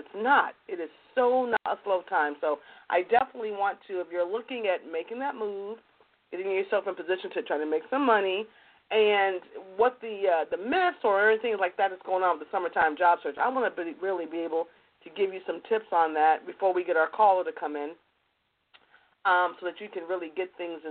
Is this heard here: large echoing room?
no